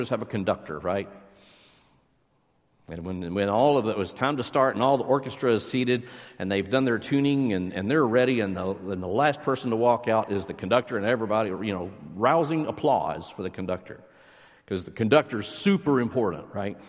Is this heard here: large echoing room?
yes